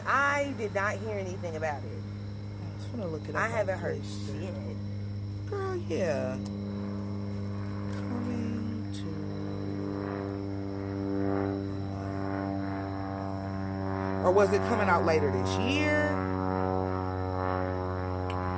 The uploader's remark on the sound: My good friend and I have some great conversations sitting on the front porch and this time, I remembered to hit record! There was no script to follow, just an honest conversation.